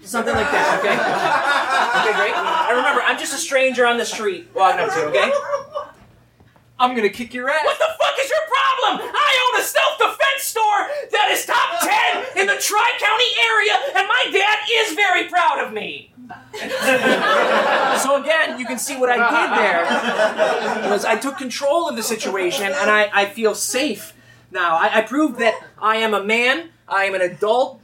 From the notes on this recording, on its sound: Live at UCB Franklin! We took a trip out to Los Angeles to do a couple shows.